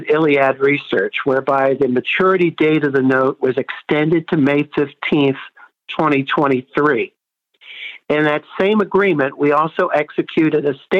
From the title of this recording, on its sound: Progressive Care Conference Call May 2022